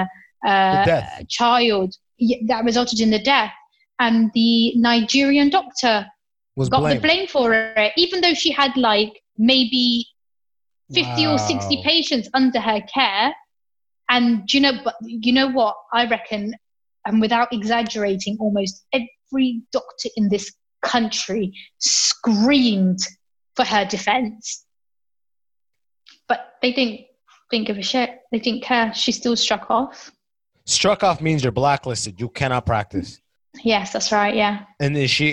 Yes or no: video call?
yes